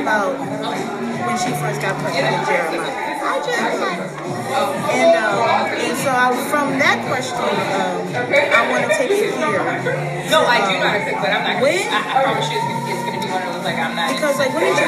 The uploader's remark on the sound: live interview at the 1st Annual Independent Black Author Expo